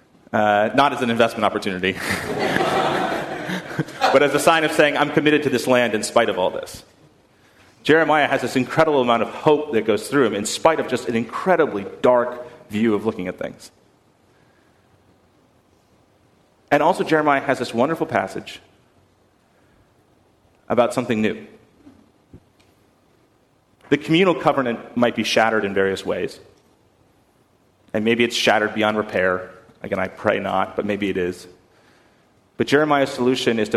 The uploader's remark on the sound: at First Congregational Church of Houston on September 15, 2019.